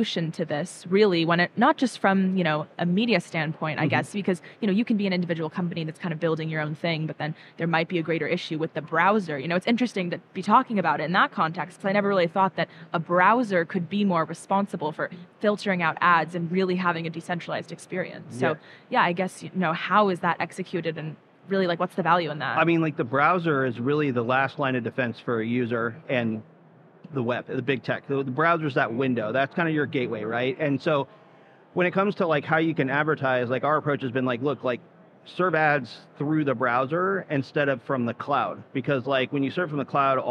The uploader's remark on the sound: Live from Consensus 2023